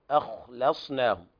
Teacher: بيان تفخيم الخاء من المرتبة الثانية